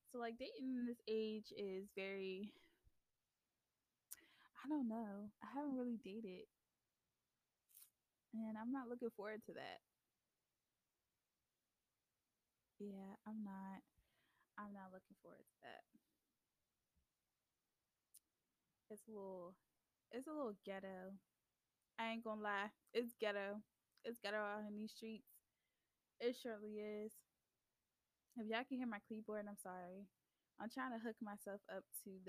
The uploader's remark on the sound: The Audio might be a little low, but bare with me y'all.